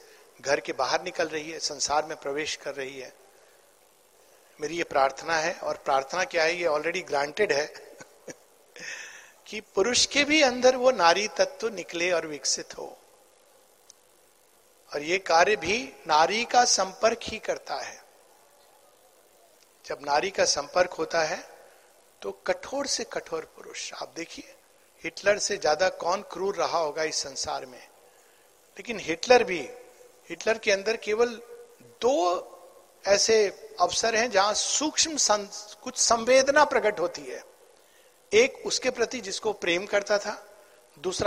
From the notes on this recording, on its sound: at the Fist National Sri Aurobindo Mahila Pathachakra Conference (Dec 2022)